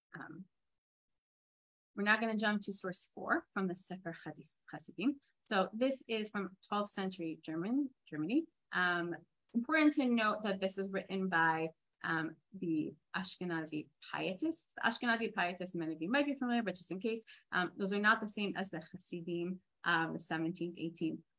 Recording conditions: video call